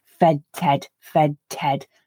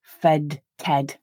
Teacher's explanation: And I don't read that as two separate words with a gap in between. I don't lift my tongue off the alveolar ridge and then place it back on again in between the voiced fed and then the unvoiced, the voiceless ted. What I do is to switch off my voicing after that fed d, but I don't lift my tongue and I just carry straight on through without the voicing · Shown in: first take · but with my tongue in the same position to make the t in ted.